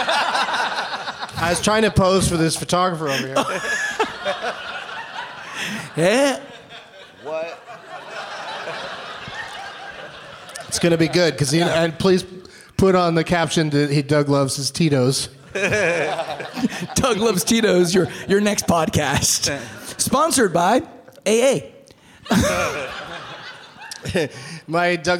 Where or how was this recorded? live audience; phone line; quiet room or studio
live audience